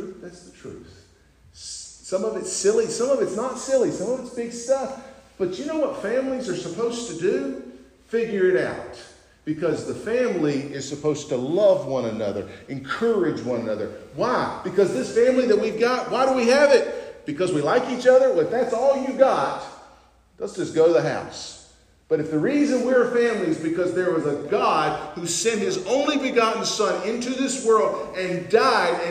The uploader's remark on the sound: North Beaver Baptist, West Jefferson, NC. At North Beaver Baptist’s homecoming service.